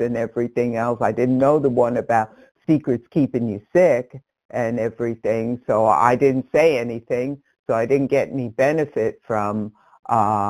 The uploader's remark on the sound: 100 Pounders Phone Meeting